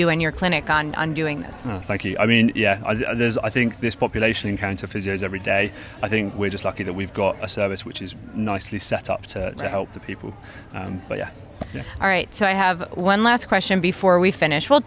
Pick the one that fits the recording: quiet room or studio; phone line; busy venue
busy venue